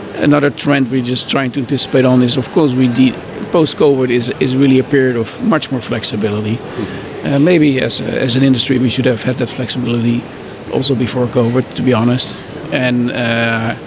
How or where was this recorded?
busy venue